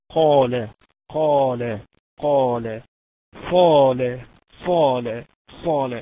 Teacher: أعلى مرتبة التفخيم، اللي هو الحرف لما بيبقى مفتوح وبعده ألف